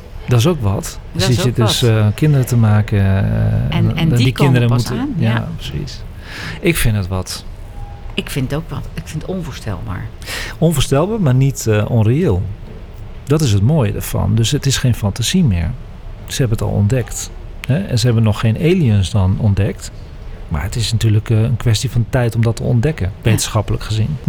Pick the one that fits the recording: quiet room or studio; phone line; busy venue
busy venue